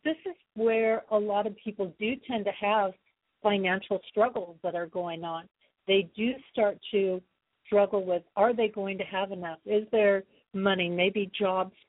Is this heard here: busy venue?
no